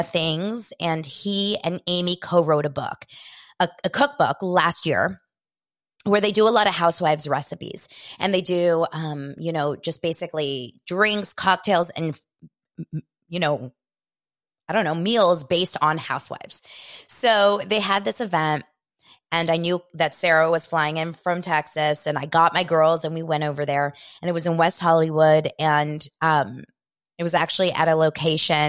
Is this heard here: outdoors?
no